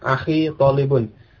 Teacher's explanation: Di awal kalimat, hamzahnya diucapkan. · Term: hamzah qata